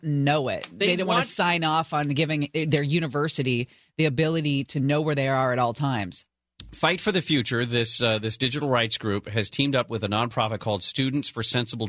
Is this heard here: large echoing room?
no